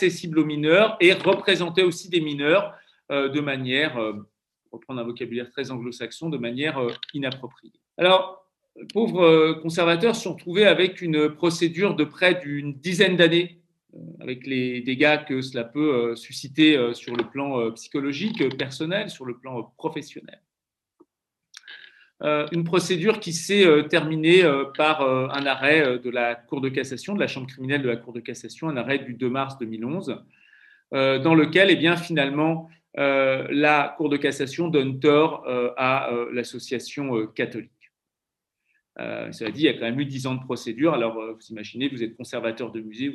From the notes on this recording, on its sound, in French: Enregistré sur Zoom le 4 février 2021